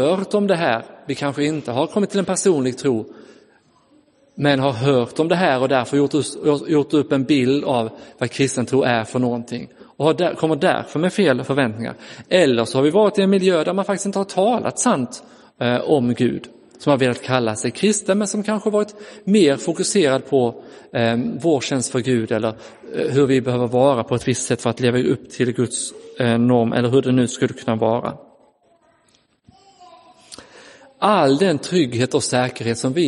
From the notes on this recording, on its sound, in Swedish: Inspelad i Roseniuskyrkan den 14 augusti 2022.